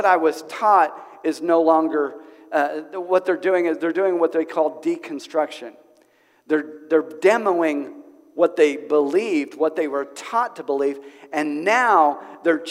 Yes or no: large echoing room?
yes